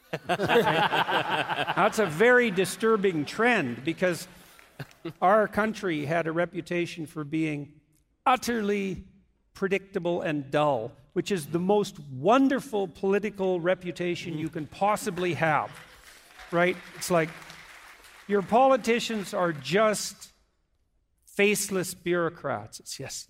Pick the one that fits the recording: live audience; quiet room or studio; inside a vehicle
live audience